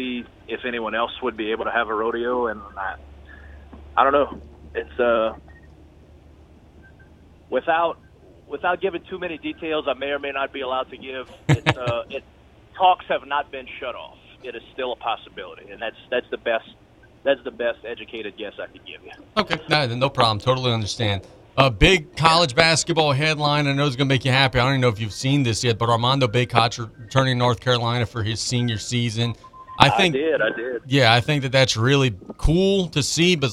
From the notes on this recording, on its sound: On the phone lines